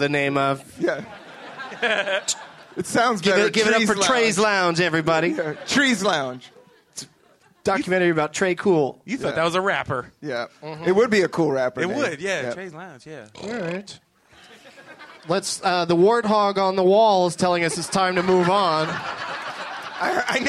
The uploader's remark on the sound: Live from the Improv in Washington, DC